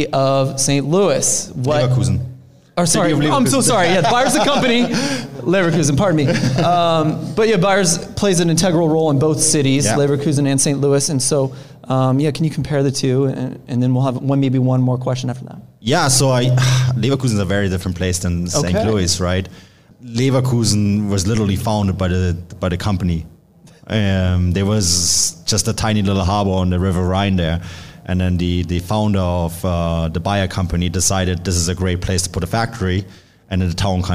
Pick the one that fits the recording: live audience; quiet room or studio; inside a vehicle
live audience